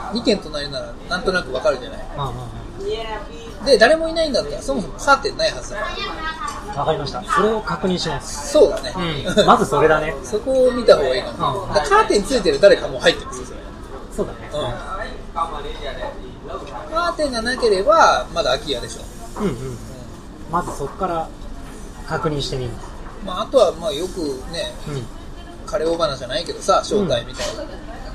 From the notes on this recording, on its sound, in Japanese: GWロケ回で車で話した